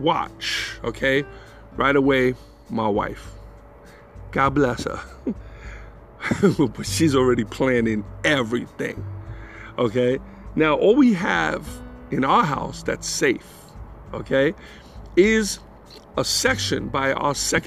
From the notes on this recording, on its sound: In this Episode, I record from outside my house.